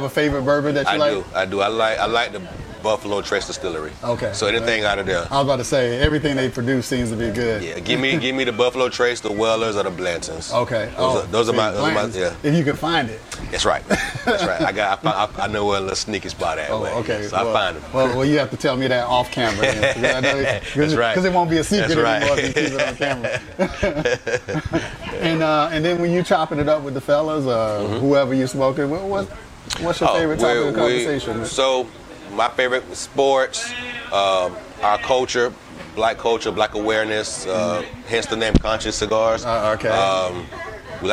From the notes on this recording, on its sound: PuffChat Episode recorded at Havana Cigars ATL.